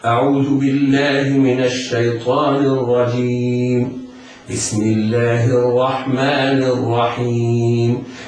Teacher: على القارئ في الراء المشددة ألا يبالغ في التكرير، لأن ابن الجزري يقول وأخف تكريرا إذا تشدد، وليس المراد بإخفاء التكرير منعه بالكلية، وإنما تنطق في سلاسة، تنطق هكذا أعوذ بالله من الشيطان الرجيم، بسم الله الرحمن الرحيم.